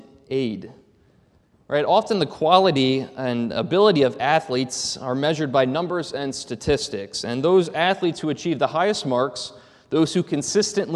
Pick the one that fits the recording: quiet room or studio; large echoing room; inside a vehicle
large echoing room